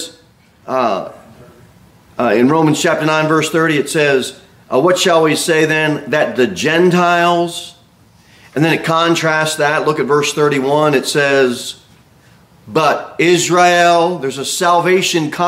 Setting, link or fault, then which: setting, large echoing room